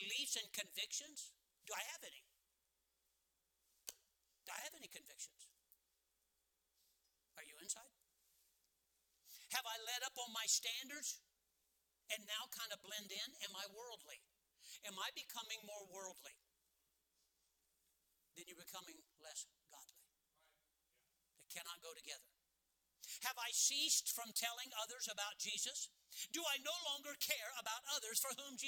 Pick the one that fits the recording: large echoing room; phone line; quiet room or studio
large echoing room